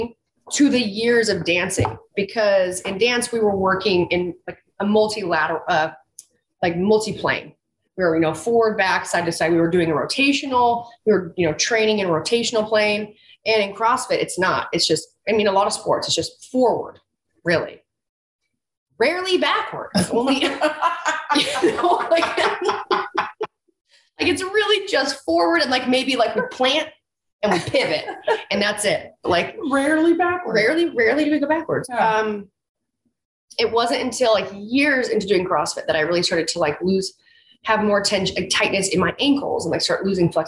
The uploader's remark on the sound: Zooming with each other! In the same room!